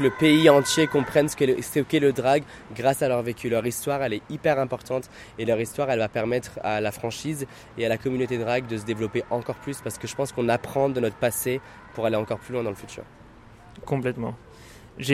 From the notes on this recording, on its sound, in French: Durant l'after party de Drag Race Live à Lyon.